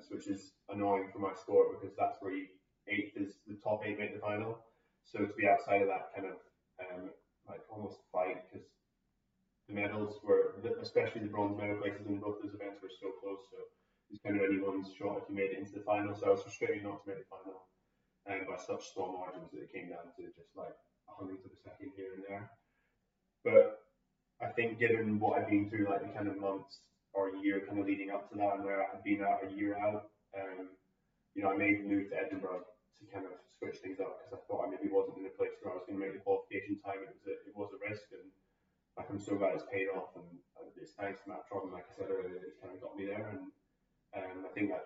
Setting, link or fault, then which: fault, poor sound quality